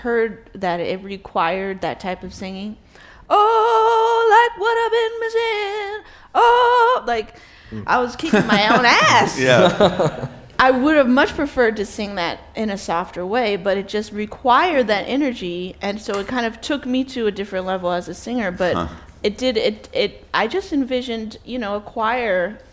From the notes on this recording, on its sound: Live from SXSW